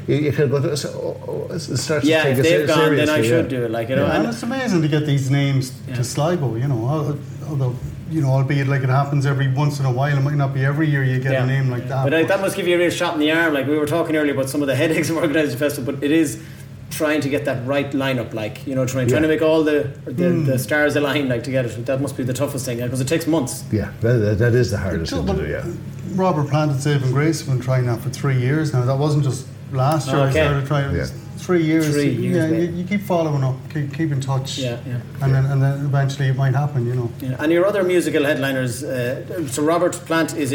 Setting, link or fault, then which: setting, busy venue